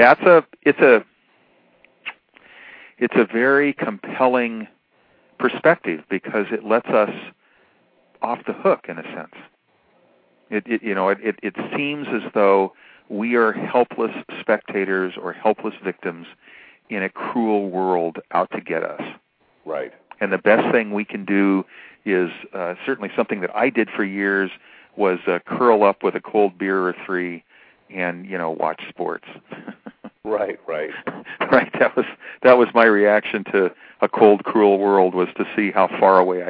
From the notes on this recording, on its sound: Callers with questions or comments are encouraged to call in live, or in the chat room halfway through the show.